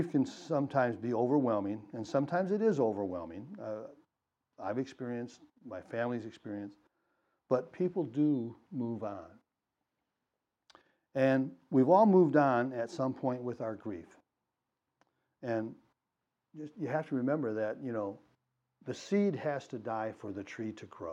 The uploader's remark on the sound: These Dharma talks were recorded at Muddy Water Zen Buddhist temple in Royal Oak, Michigan.